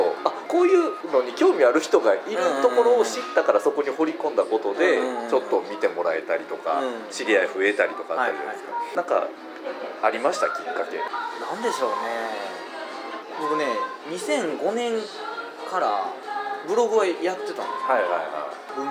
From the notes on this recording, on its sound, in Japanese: ビジネスサロンでの収録なので周りガヤガヤしています。